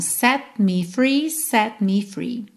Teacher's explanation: Quando eu encosto a língua no céu da boca para fazer o T, eu já tô juntando os lábios para fazer o me. Então, set me free, set me free.